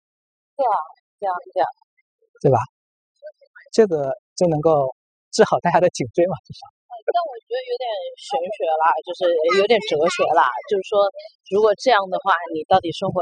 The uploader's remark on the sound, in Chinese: 边走边聊